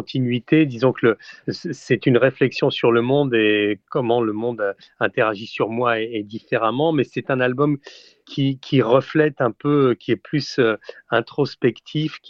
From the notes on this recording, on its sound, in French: par téléphone